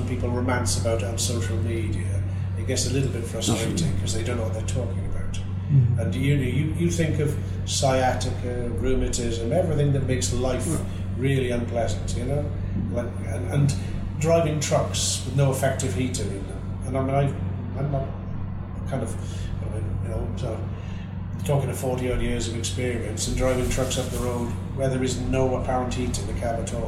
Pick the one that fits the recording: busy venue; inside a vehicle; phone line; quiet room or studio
busy venue